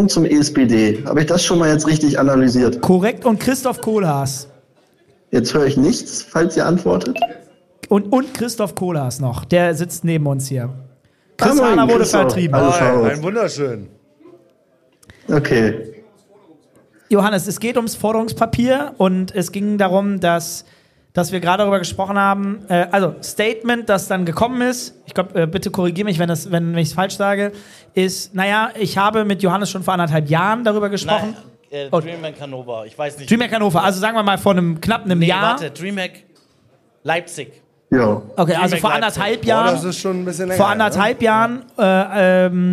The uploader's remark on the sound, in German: Live at The Circle. Und welches Setting könnte besser sein für die Aufnahme zu diesen Themen als eine Live-Session direkt auf der B2B-LAN The Circle. Außerdem gibt es einige spannende Interaktionen mit dem Publikum bei The Circle.